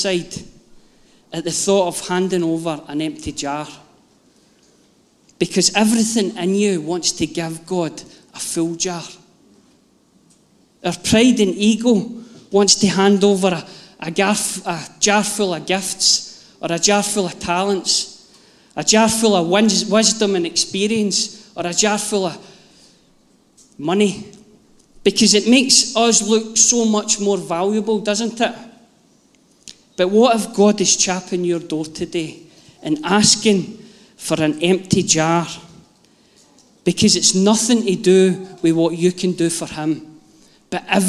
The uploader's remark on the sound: Live from our Sunday gathering on 17/07/22